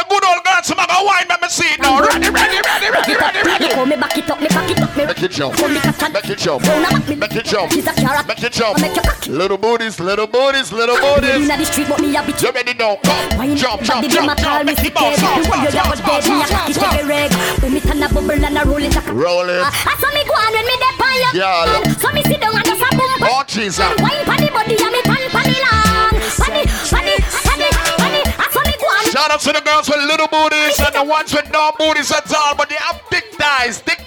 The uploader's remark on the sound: Doubletap Sundays 12/30/18 (LIVE AUDIO)